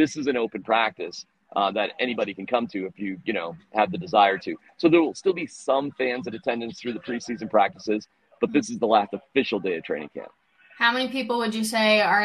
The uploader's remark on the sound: The Cowboys are in town! Live from UC Health Training Center as the joint practice gets rolling!